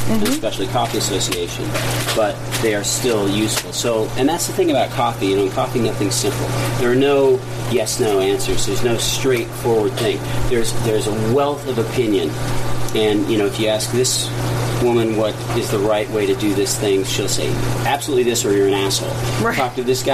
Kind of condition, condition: fault, background noise